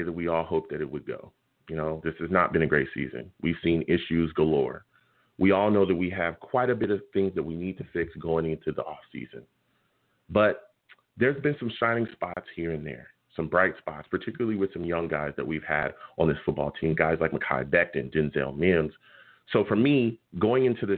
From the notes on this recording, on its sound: I’ll also take live callers!